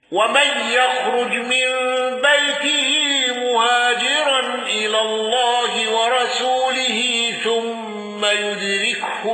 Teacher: ابن زكوان بالسكت على المفصول